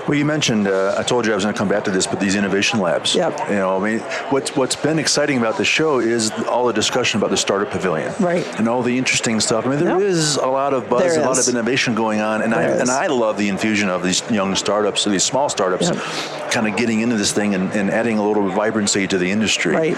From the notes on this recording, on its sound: LIVE from Las Vegas, at #HRTechConf